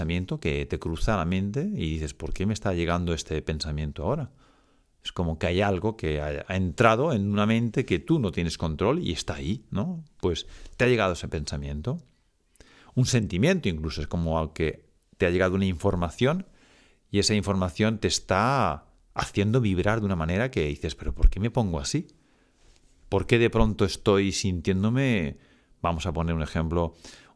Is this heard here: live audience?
no